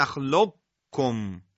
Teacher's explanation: یعنی قاف ساکن رو بدون قلقله ادا کنیم و بعد حرف کاف مضموم رو ادا کنیم. نخلق کم قلقله داره، وقتی قلقله قاف رو برداریم نخلق کم، اینجا میگن ادغام ادغام ناقص هست.